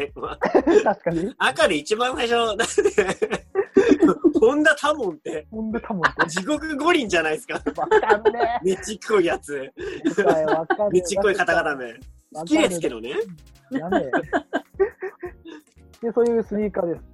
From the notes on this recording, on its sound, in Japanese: 4人で行ったZOOMコラボ収録。